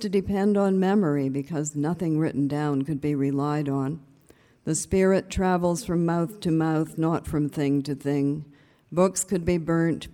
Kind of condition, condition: setting, live audience